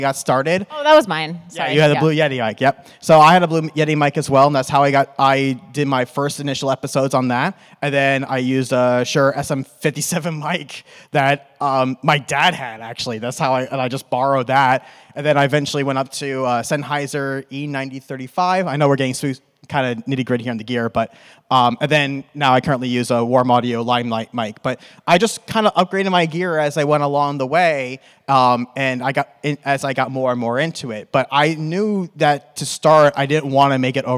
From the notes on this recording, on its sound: (NAMM 2024). In this riveting panel at the NAMM Show we discuss starting your own podcast and how to reach podcasters.